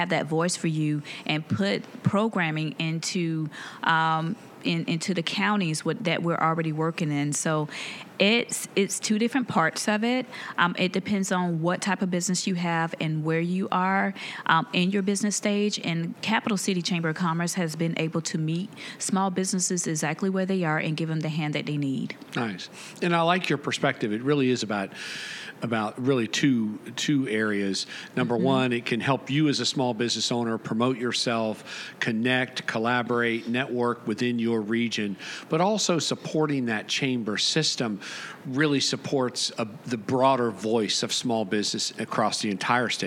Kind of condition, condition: setting, busy venue